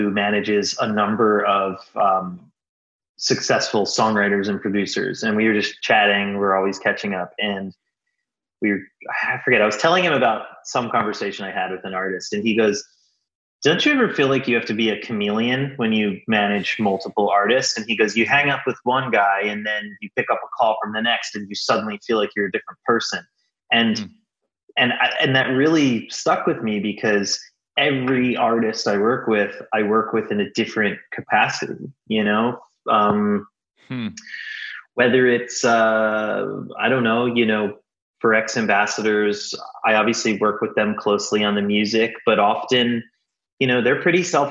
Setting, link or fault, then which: link, video call